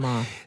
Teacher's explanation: Tässä tapauksessa Taimaa. voimme tulkita, että Taimaa-sanassa H on läsnä mutta sitä ei korosteta mitenkään erityisesti.